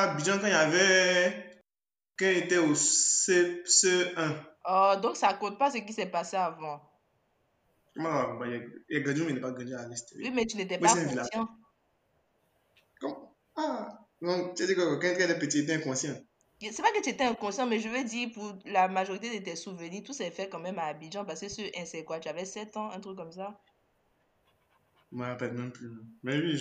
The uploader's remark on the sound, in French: Ce podcast est enregistré à distance, veuillez-nous excuser pour la qualité du son.